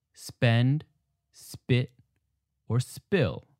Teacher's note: All of these words have a P that is unaspirated.